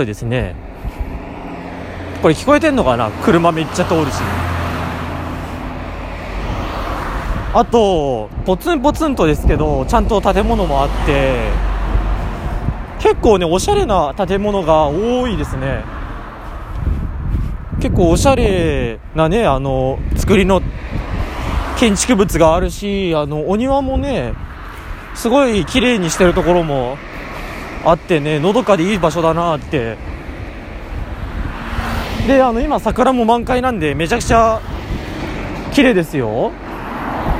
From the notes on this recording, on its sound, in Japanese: お昼食べた後にご機嫌に歩きながら喋ります。車や風、小鳥のさえずりをバックにお聞きください。